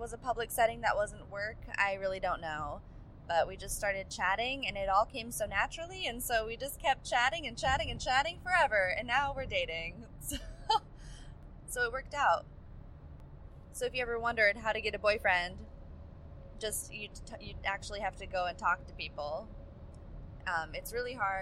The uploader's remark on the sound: suffering through subpar audio as I drive to my parents' house in the rain